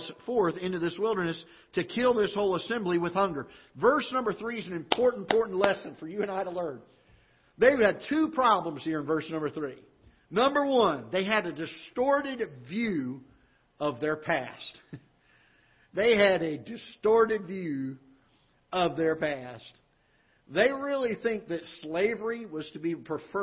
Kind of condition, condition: setting, large echoing room